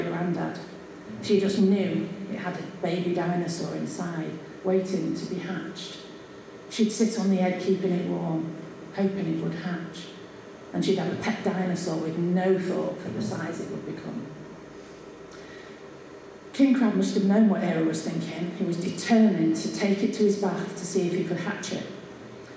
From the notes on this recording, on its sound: This mini-episode is our penultimate recording made at the very successful book launch of Tales from the East Marsh by our very own East Marsh Writers Group, Quills.